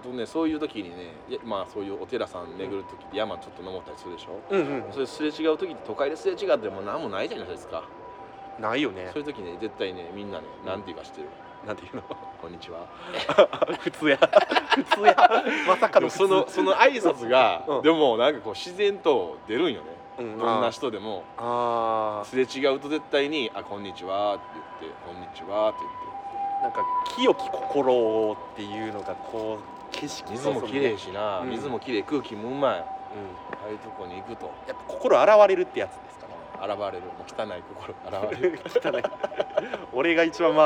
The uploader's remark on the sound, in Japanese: 公園で収録してます。